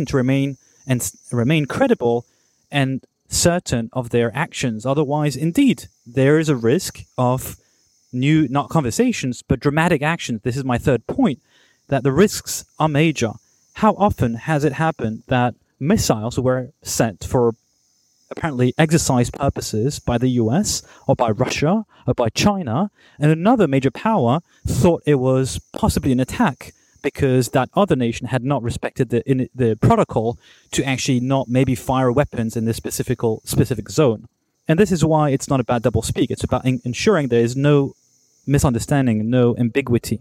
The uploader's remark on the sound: I am indeed in Thailand and I’m actually recording outside in an alleyway between two rows of bungalows, getting bitten by mosquitos.